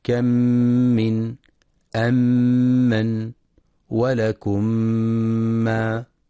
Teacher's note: أما الإدغام الشفوي، أيها المستمعون الكرام، فمعناه لغة الإدخال والإدماج، وفي الإصطلاح هو إدخال الميم الساكنة بالميم المتحركة بحيث يصيران حال النطق بهما ميما مشددة، فيكون إدغام كامل بغنة يسمى إدغاما شفويا، وحرفه الميم فقط.